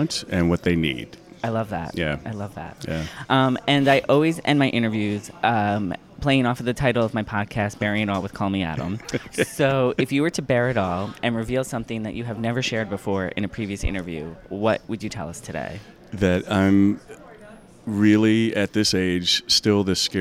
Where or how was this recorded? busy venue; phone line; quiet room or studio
busy venue